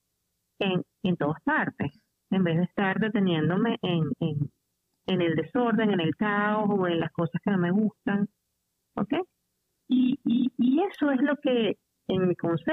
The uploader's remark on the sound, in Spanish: En conversación telefónica desde Katy, Texas, Estados Unidos a Venezuela